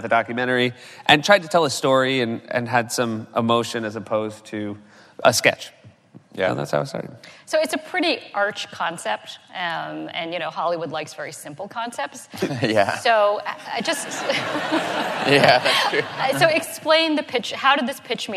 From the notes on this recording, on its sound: The conversation was recorded on Sep 13, 2016 in front of a live audience at New York's 92nd Street Y.